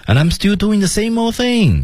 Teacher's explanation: 降下去中间起来后面降